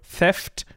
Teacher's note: ein ähm, stimmloser dentaler Frikativ